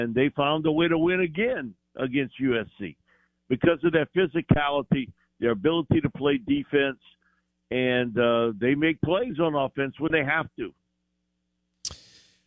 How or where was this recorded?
phone line